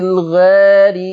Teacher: شوفوا بسبب الألف المقللة برضو صوت الغين المفخمة تأثر